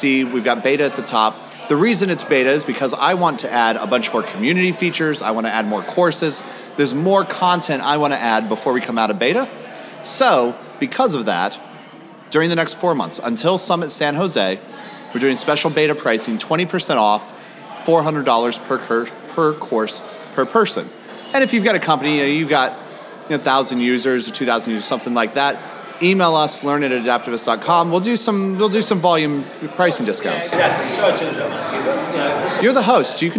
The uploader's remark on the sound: Recorded at the hotel bar after finally arriving from Barcelona airport's customs line.